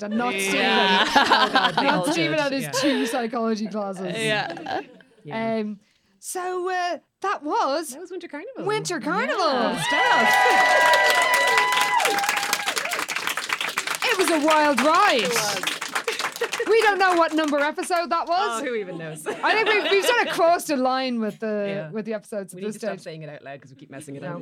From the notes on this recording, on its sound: WINTER CARNIVAL - LIVE! It's our very first live show.